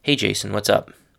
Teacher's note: The last thing to note about what's up is that you really need to say it with a neutral or even falling tone in your voice